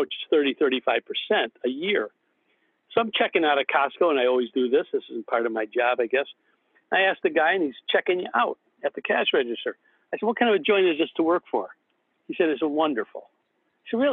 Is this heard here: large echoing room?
no